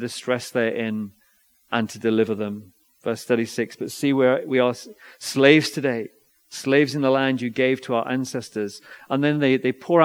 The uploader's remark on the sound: Recorded Live stream Sermon from Binscombe Church (BWS).